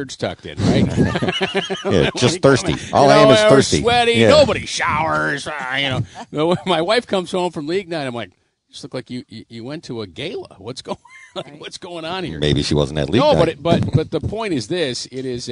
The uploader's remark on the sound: Tee 2 Green is live from Lancaster Country Club